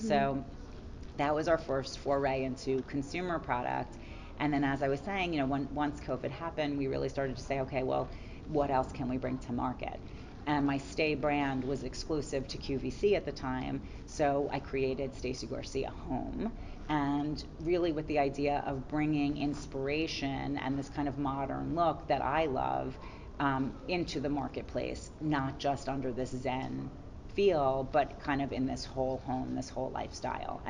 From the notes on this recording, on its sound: live from the debut of her recent collection of products with Karastan at Spring High Point Market